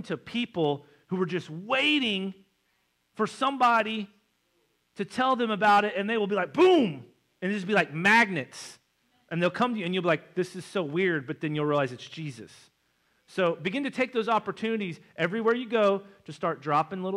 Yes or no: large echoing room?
yes